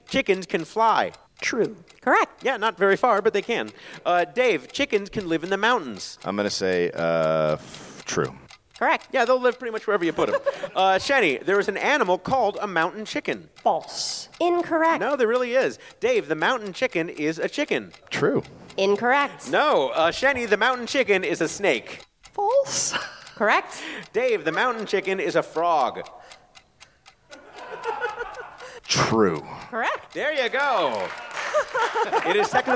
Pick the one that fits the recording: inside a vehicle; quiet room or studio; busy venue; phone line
busy venue